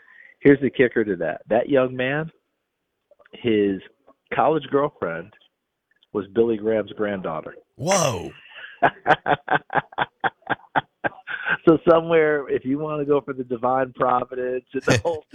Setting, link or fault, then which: link, phone line